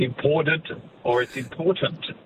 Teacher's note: that T of important is, you know, flanked by voiced sounds. and therefore you just carry the voicing through